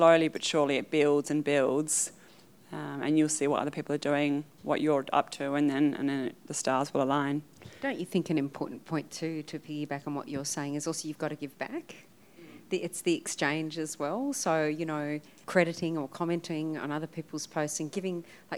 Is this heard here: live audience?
yes